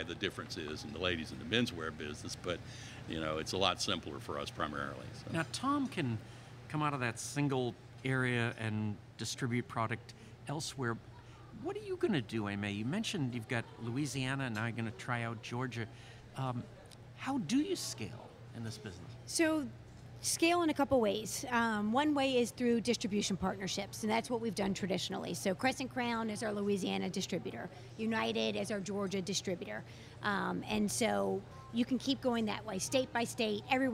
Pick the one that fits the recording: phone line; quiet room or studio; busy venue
busy venue